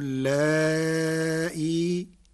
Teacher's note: قرأ ورش كلمة اللائي بتسهيل الهمزة بين مع المد والقصر في حالة الوصل مع حذف الياء، وله في حالة الوقف 3 أوجه: تسهيل الهمزة بروم مع المد والقصر، وإبدالها ياء ساكنة مع المد فقط، كل ذلك على حذف الياء.